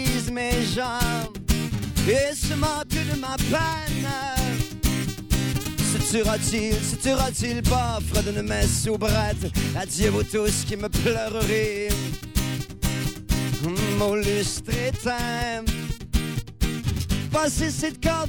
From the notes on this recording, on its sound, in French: Dans le show de lancement de DEBOUT L'ESTRIE. En direct du McDo King Ouest!